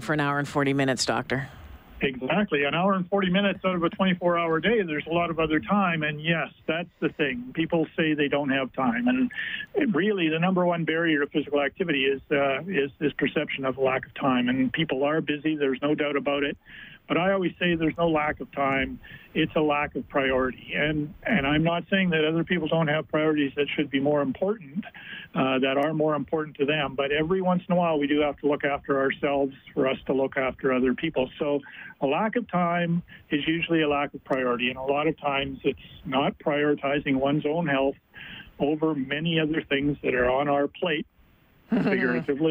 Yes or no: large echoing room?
no